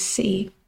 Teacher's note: you can hear somewhere there is that little soft T, you can tell there is a T there, but I'm not pronouncing it very clearly · Term: glottal stop